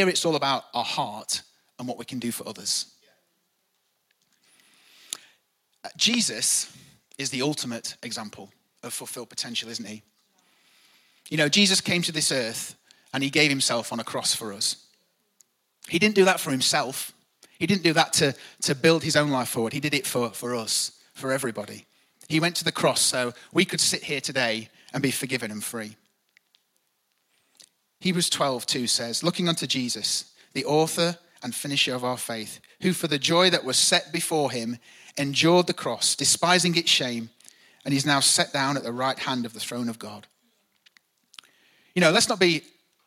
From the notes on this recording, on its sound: Recorded live at the Chesterfield Campus this is the message from the morning service on the 6th October 19.